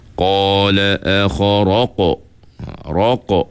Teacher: kerana huruf qaf ni ialah huruf tebal. Jadi lantunan itu sepatutnya tebal. Caranya ialah, semasa kita sebut huruf qaf itu, pangkal lidah kita terangkat. · Term: hukum qalqalah